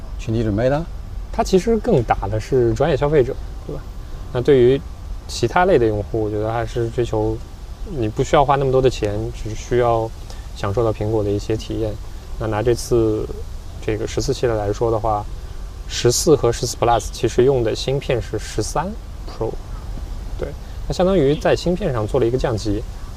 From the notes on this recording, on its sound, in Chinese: 这次虽然做了一些准备，但发现室外背景的杂音还是挺多。